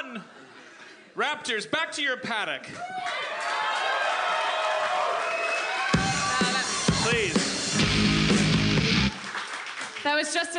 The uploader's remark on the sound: LIVE from The Tin Roof in San Diego 2015